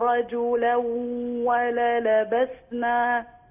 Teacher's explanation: يخرج صوتان معا، واو من الشفتين وغن من الخيشوم